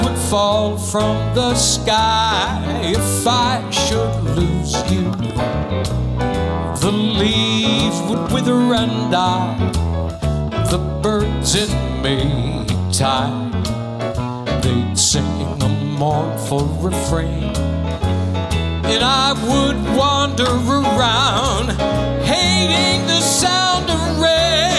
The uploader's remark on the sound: Live at the SouthPoint Casino.